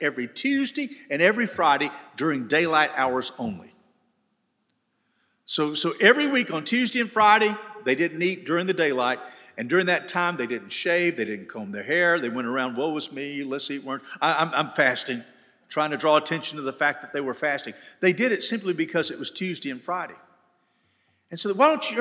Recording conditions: live audience